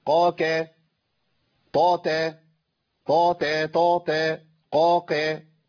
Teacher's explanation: بيتدرب على فصل بين الحروف المفخمه والمرققه الشبيهه